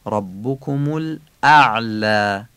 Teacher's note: ضمه ها هم باید عربی بگیم، ربکم، و عینم غلیظ بگیم، اعلا. اینجا همزه و عین پشت سر همه، دقت کنید که این همزه و عین از هم تفکیک باشن